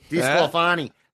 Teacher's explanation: The emphasis is on the fa.